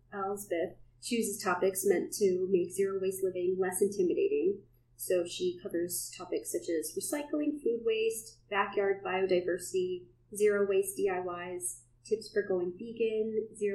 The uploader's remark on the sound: Please excuse the poor audio quality. We accidentally recorded the show using the laptop microphone.